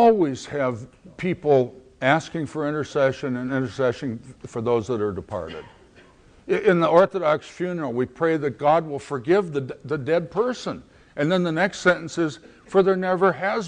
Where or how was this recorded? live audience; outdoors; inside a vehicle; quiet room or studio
live audience